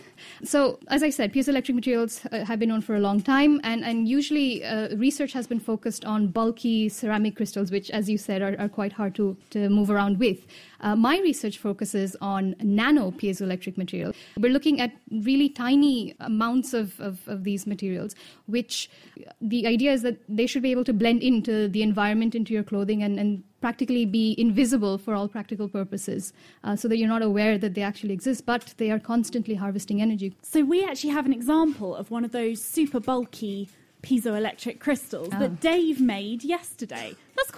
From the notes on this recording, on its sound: In this special Naked Scientists show, live from the Cambridge Science Centre, we talk to some of the researchers trying to do just that.